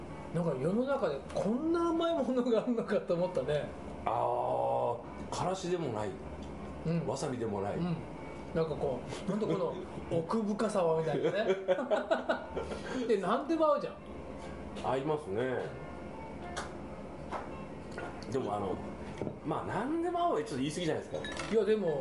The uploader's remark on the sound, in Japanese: ご近所の居酒屋「癒」でのゲリラ収録２周目です。